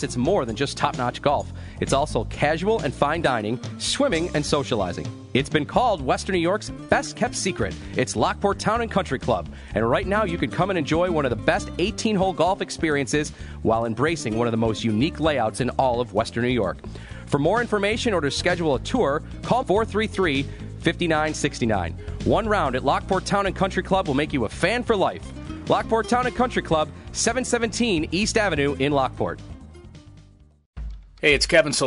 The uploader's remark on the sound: Tee 2 Green Live From Niagara Falls Country Club.